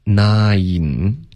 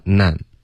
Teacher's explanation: 双元音 nine 要滑动不能发 nan · Shown in: first take